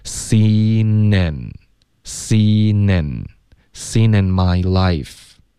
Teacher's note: Seen 跟 in 也得连读